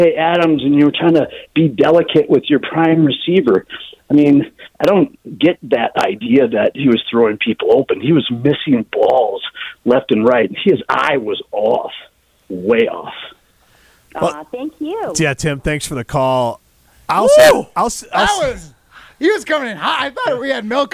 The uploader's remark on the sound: a fiery phone call